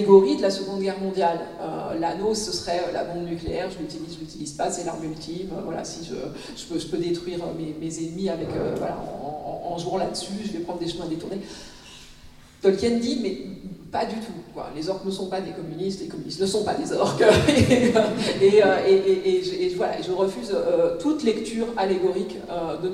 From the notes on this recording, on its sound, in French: voici une captation de la table ronde proposée dans le cadre du festival Etrange Grande 2023